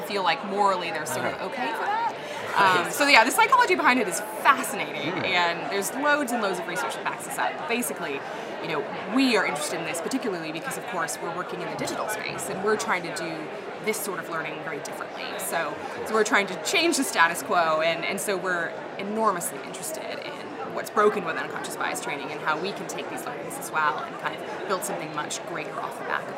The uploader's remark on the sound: Joins the HRD Live Podcast live from the HRD Summit UK 2020.